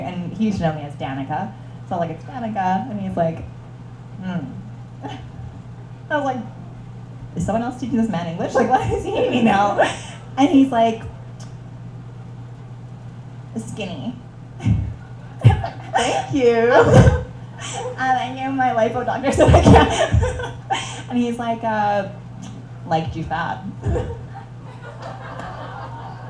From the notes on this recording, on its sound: Podcast LIVE SHOW at The Number 5 Orange. The recording of our first ever LIVE SHOW!! Rough to start as we get our bearings with the mics.